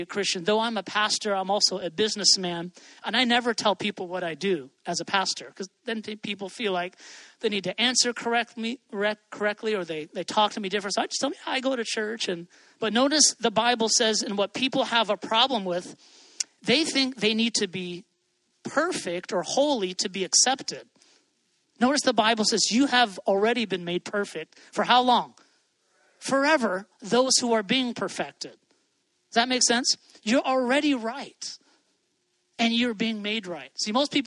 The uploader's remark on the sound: first preached at The Rock South County